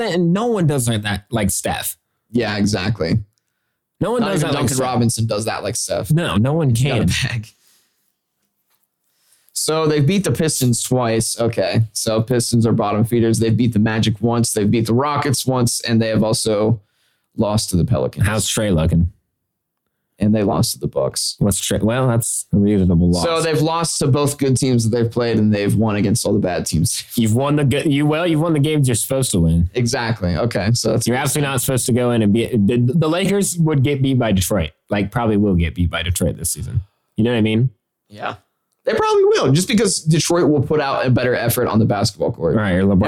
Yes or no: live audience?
no